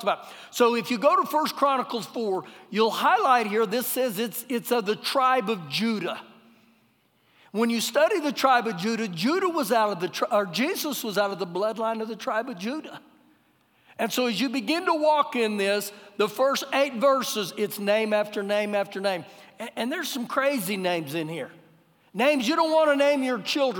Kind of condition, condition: setting, large echoing room